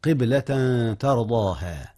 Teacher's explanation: أخفي التنوين مع التاء يا أستاذنا · Term: الإخفاء